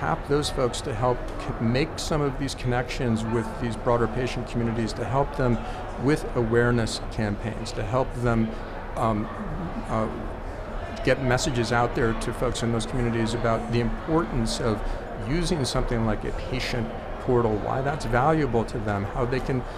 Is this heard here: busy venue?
yes